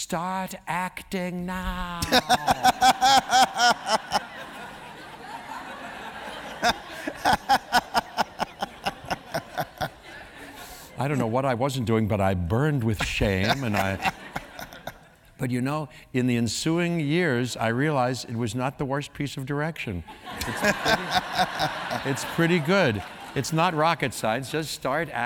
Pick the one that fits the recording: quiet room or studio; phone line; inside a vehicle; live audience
live audience